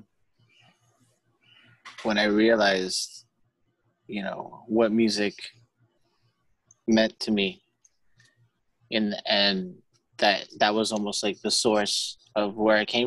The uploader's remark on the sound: via Zoom